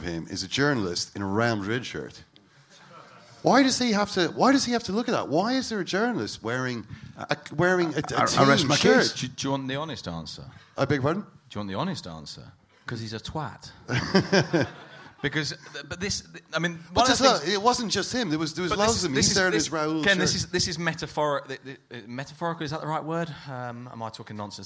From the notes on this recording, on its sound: La Liga Live At The Sugar Club, Dublin.